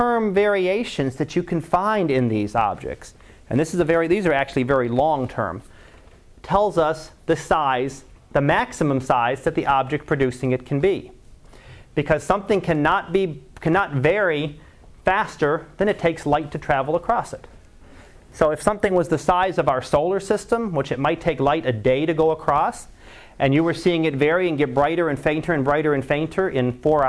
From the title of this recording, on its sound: Live Class Lecture